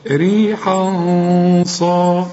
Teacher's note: وبعدين الغنة هفخمها بقى عشان الصاد